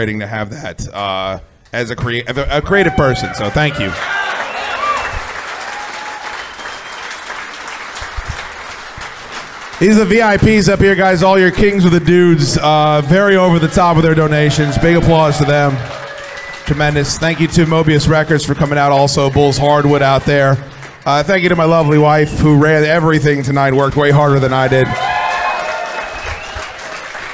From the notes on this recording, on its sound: The live show from our event at Flying Ace Farm this past October is here for your enjoyment.